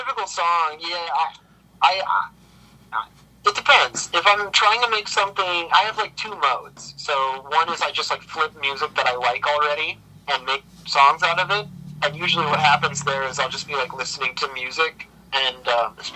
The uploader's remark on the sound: A sweltering May day in Michigan gets even hotter. Via phone in Grand Rapids, Michigan and Holland, Michigan.